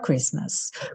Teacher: Christmas, vê que o T tá pintado de cinza, e isso é uma característica da palavra Christmas, tá bom? Não é comum um T no meio da palavra não ser pronunciado, mas isso acontece aqui nessa palavra